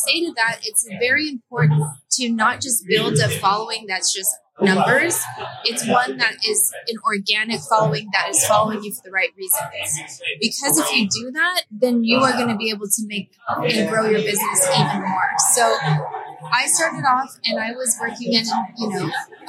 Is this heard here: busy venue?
yes